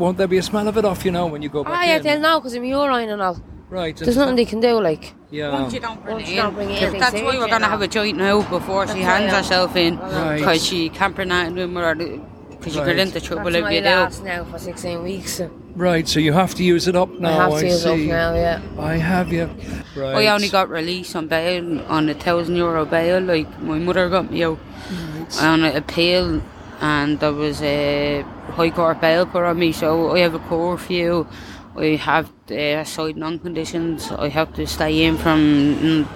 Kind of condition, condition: setting, outdoors